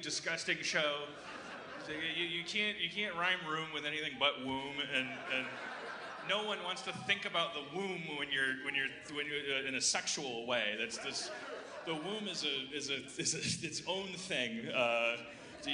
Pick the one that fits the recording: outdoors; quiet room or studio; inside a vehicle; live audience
live audience